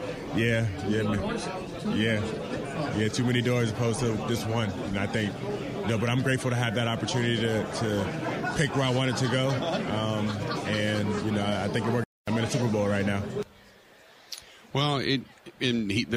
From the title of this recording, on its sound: Live From Radio Row At Super Bowl 57